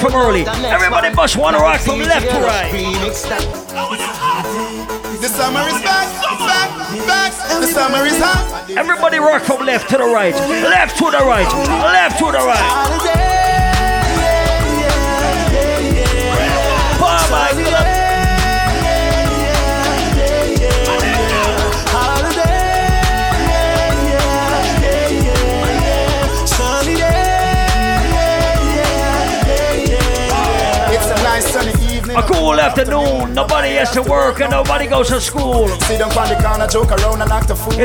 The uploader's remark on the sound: Live recording from my set at Island Saturdays.